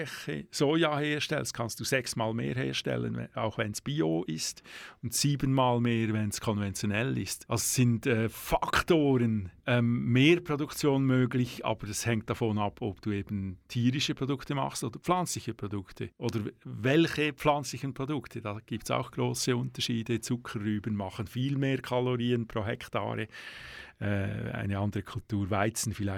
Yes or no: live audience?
no